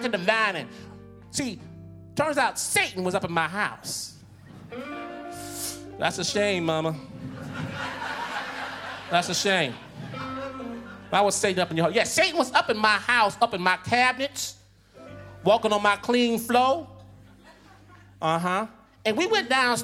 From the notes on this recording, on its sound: Snap Judgment, LIVE! The nation’s finest storytellers take the Snap stage to give their take on family conflict.